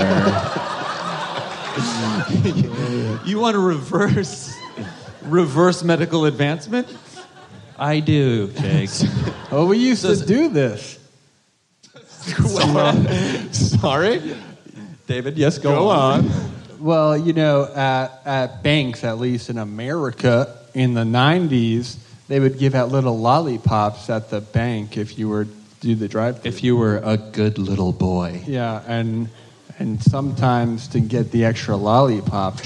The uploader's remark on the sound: Live at JFL